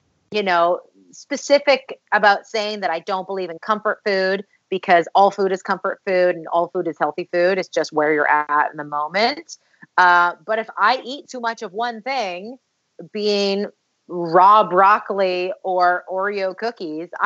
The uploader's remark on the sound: attempt to do a recording session via Skype